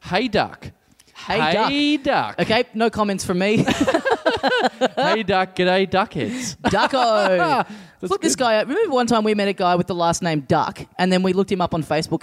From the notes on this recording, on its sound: Recorded LIVE at The Main Bar in Ballarat